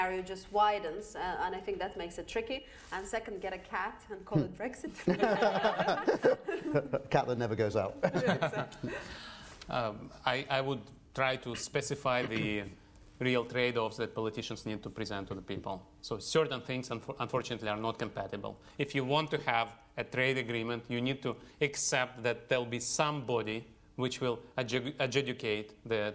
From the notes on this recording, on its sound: Was recorded in front of a live audience at our headquarters at the heart of the City of London.